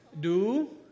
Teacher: rising tone, do means tree